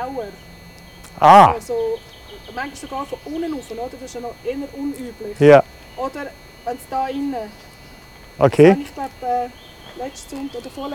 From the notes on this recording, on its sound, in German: Aus dem Wald-Gottesdienst. Für die FCG Lenzburg.